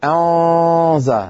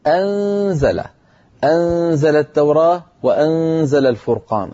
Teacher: النون عندما تخفى عند حرف الزاي في كلمة أنزل تكون مرققة · Shown in: second take · أنزى، ولا نقول أنزى، ما في داعي لهذا التغليظ والتفخيم للغنة، لأن النون مرققة والزاي التي بعدها مرققة، فمن أين جاء التفخيم؟ · Term: غنة المخفي